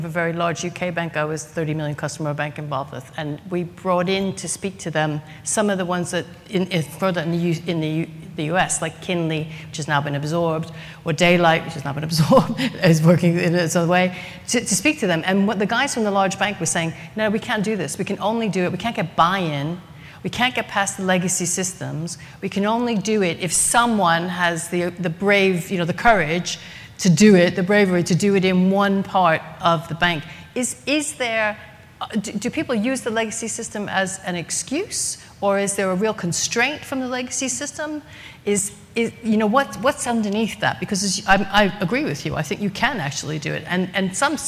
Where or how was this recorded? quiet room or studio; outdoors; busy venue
busy venue